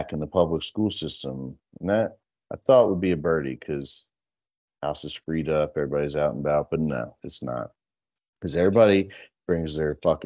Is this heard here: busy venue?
no